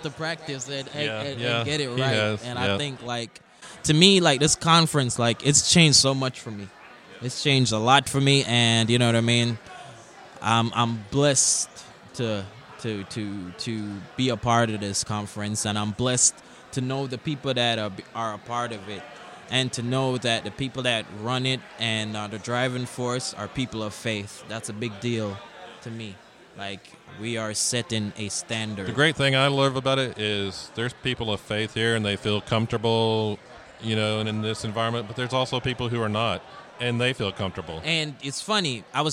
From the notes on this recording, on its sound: Live at Creative South